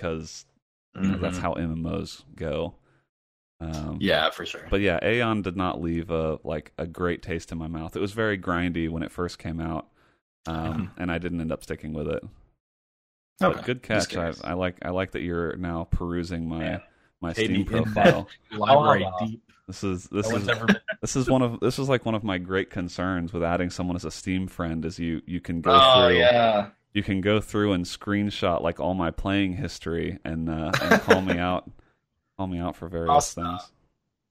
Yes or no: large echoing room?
no